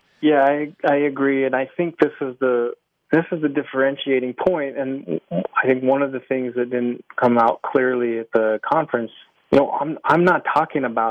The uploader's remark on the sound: A follow-up phone interview to a recent podcast.